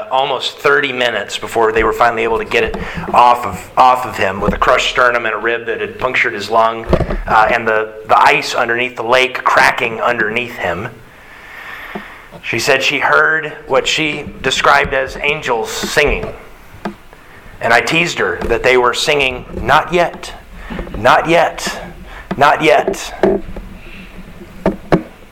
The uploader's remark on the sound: Sermon Delivered March 27th, 2022